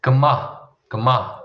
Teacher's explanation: So there's a bit of a H sound on the end there.